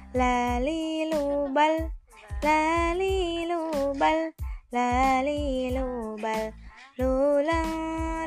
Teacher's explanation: huruf laron yang tempat keluarnya ada di lidah bertemu dengan langit-langit bagian tepi